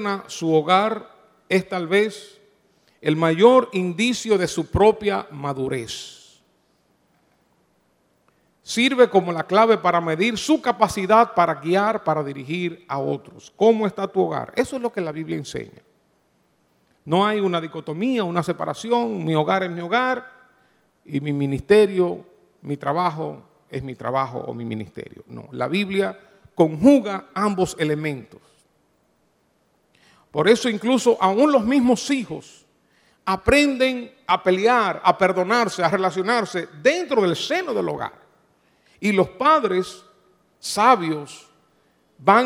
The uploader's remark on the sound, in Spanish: Grabado en Iglesia Cristiana Inc.